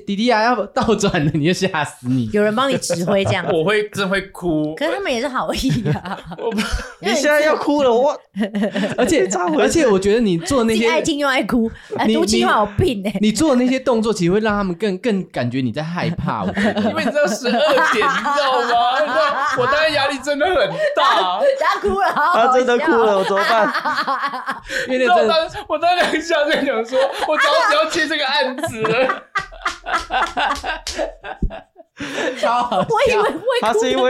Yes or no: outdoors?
no